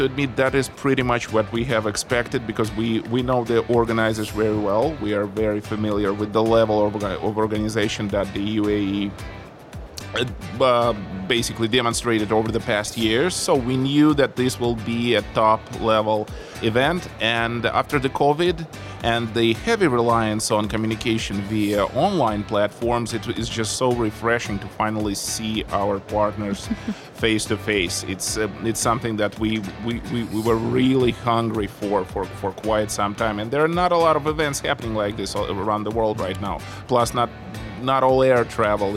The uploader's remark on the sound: Live from Gulf Media Congress